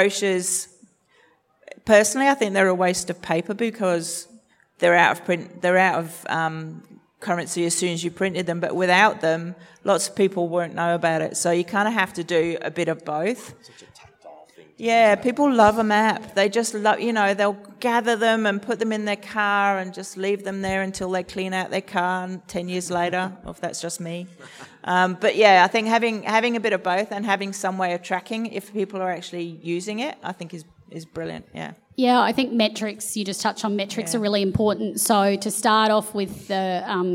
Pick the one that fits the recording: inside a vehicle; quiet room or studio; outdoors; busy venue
busy venue